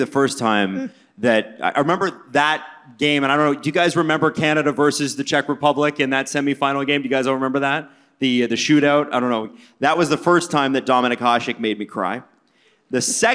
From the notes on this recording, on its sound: Live from The Rec Room in Toronto on All-Star weekend.